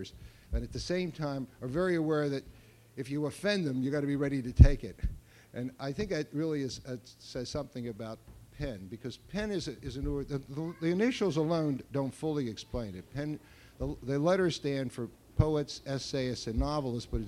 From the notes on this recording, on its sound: authors take turns reading books, many illustrated, to an audience of children and adults